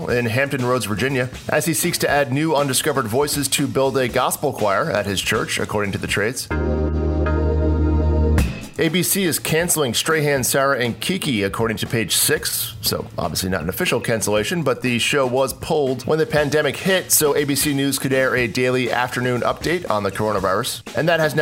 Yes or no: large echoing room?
no